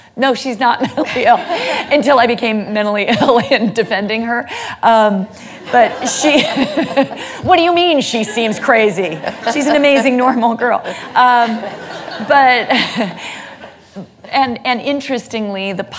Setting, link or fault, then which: setting, live audience